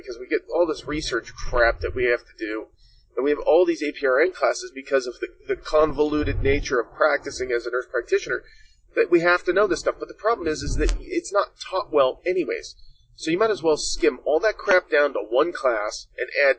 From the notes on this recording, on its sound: This episode was delayed, unfortunately due to some technical difficulties. Please excuse some of the sound quality as I am working through some kinks.